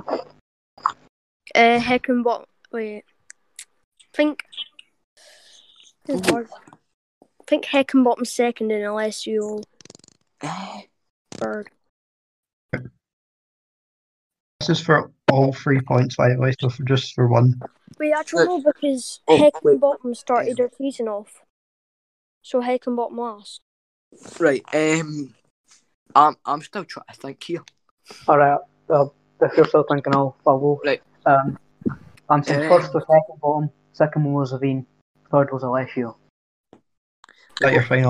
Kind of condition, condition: fault, poor sound quality